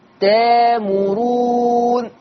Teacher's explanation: تأمرون همزة ساكنة هتبدل بألف المادية فتقرأ تامرون